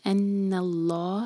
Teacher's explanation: ہا کو ہیوی نہ ہونے دیں، ہا لائٹ رہے گا. ان اللہ علی میں دو سلیبل والا ورڈ ہے، عین پر زور دیں گے.